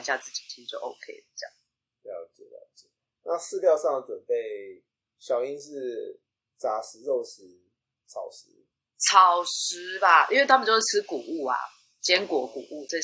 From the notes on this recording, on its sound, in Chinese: 本集節目因音檔異常造成音質不佳敬請見諒。